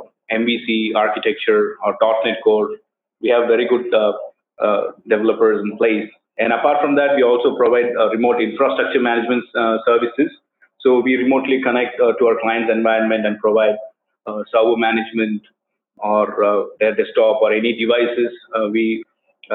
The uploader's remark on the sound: This is a recorded skype call, I apologize about the audio quality.